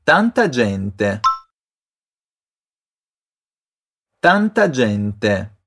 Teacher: o som T de gente é mesmo T, não ti